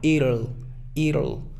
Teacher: Es como si fuera una I, una R y luego una schwa.